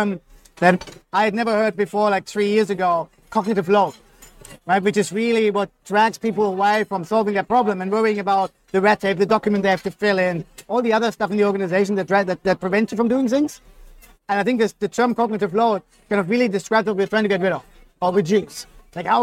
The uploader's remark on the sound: recorded live at the Agile Australia Conference